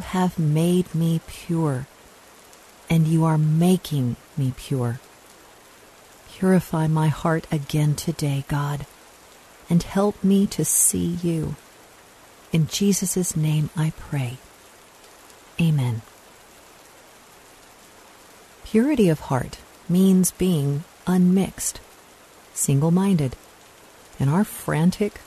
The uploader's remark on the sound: Relax to the sounds of rainfall.